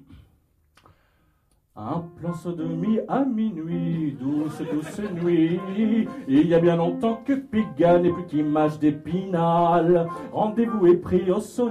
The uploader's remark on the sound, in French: en public [2015]